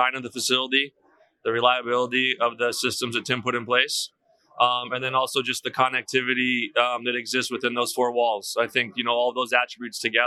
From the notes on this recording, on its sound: Live from Metro Connect 2020